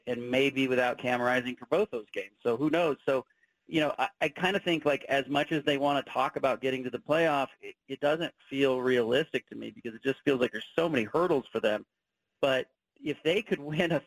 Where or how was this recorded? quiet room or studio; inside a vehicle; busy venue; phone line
phone line